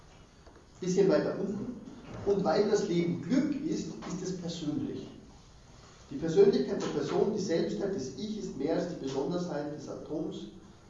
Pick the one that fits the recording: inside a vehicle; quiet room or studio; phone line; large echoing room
large echoing room